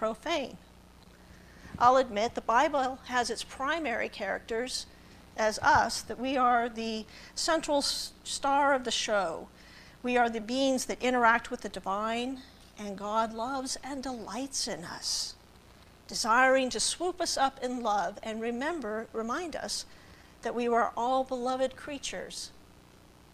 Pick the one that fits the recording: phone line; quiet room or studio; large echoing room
large echoing room